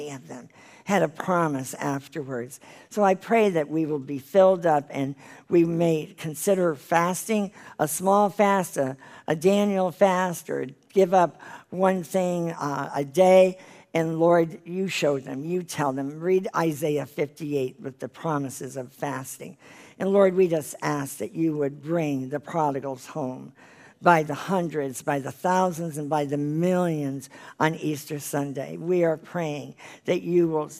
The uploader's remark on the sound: This is the full replay of the LIVE Rejoice Pompano Bible Study from March 2017.